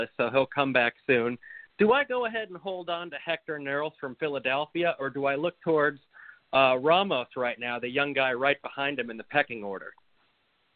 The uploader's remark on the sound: Tonight, opening the phone lines for the first time!